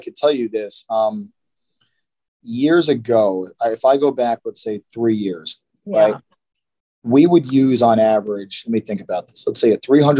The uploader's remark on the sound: In this weeks Zoom call!